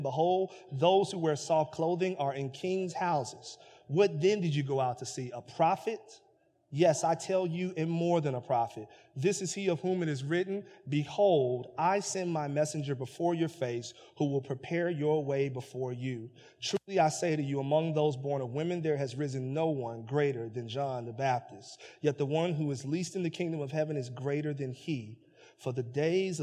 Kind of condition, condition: setting, large echoing room